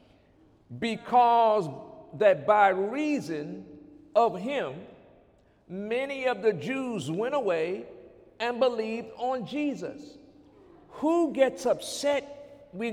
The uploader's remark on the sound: During Sunday morning service